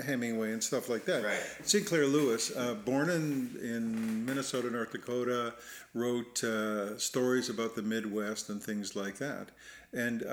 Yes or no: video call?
no